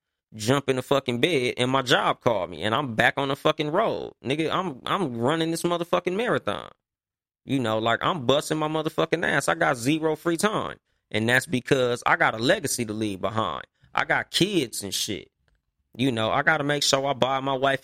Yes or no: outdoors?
no